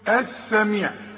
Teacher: اذا بتتحول اللام الى ايه؟ الى سين · Term: اللام الشمسية